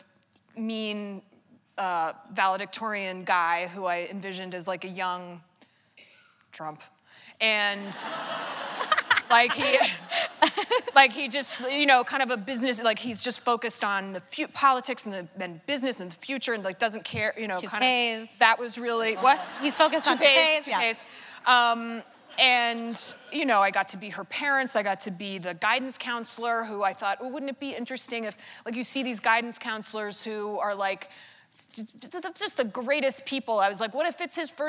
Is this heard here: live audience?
yes